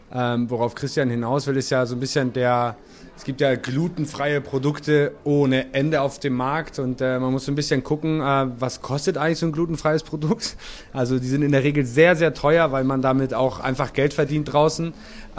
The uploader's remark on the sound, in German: Live-Podcast auf dem Mühlenfest. Eure Fragen direkt Live auf der Bühne beantwortet.